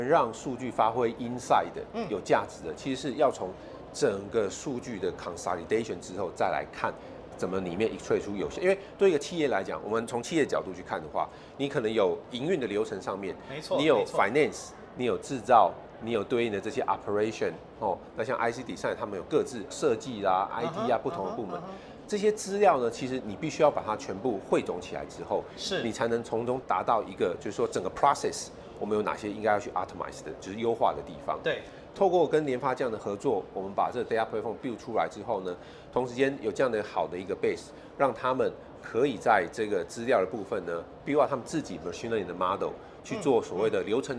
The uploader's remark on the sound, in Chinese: 繼續把錄音室帶到AI EXPO Taiwan的展覽會場。在AI EXPO直播訪談現場。